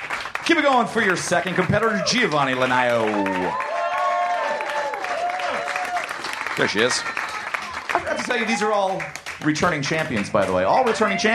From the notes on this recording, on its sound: Recorded live at The Virgil in Los Angeles, December 20, 2015.